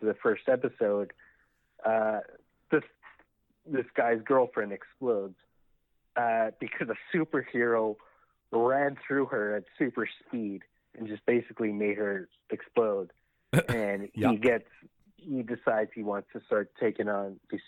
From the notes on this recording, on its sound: The live debate has been put on the shelf for the moment mostly because its impossible to edit and WAY more fun in the same room. On the phone this week are cast members.